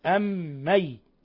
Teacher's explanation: إضغمنا الميم الأولى في الميم الثانية مع غنة مقدار حركتين · Term: إضغام مثلين صغير